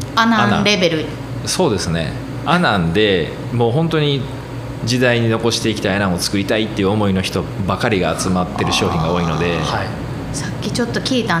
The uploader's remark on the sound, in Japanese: 阿南市にある観光農園サニーズファームがスタジオに。プレオープン中の直売所で収録をさせていただきました！